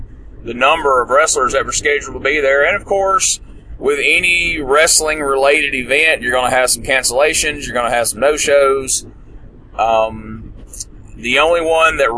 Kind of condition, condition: setting, inside a vehicle